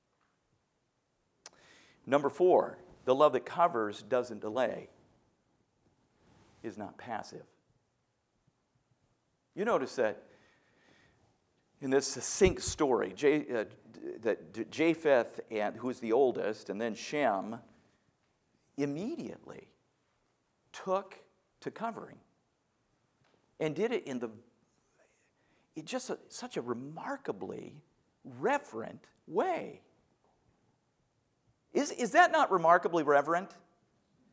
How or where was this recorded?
large echoing room